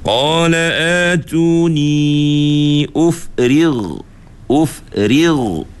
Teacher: angkat pangkal lidah bila sebut ghain